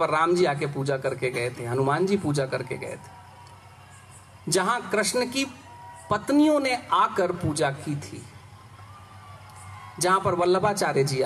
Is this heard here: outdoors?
yes